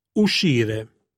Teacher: Seguita invece dai suoni E ed I, viene pronunciata SH, toccando il palato con i lati della lingua e facendo passare l'aria per lo stretto canale che viene a formarsi.